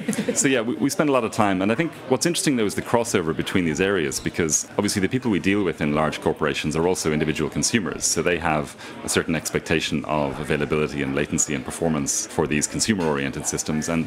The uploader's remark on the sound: In this livecast from the Structure Conference in San Francisco